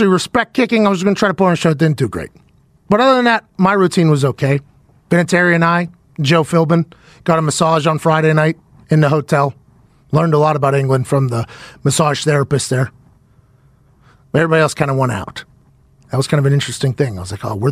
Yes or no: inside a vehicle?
yes